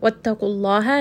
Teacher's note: The letter before is qaf with a dhamma. So dhamma means the name of Allah here is heavy. The lam is heavy.